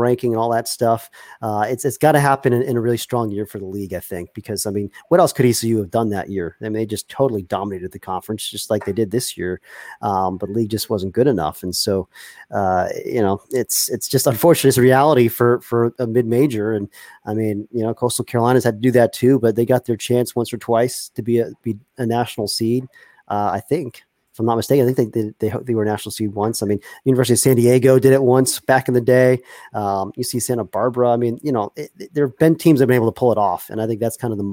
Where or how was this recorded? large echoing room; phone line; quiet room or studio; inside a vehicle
quiet room or studio